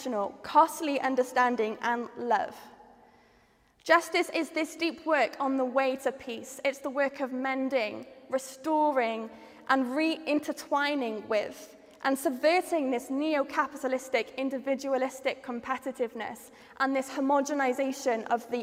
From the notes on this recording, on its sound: Features talks from the final of the Theology Slam 2022, which took place on 27 September in St Edmund Roundhay, in Leeds, as part of the HeartEdge conference “Humbler Church, Bigger God”.